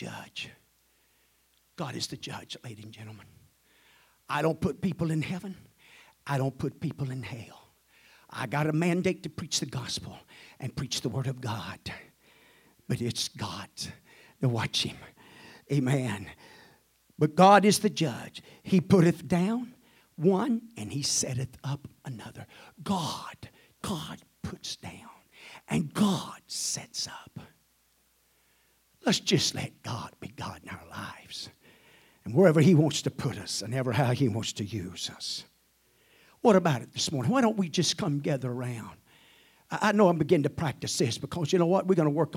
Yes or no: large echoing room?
yes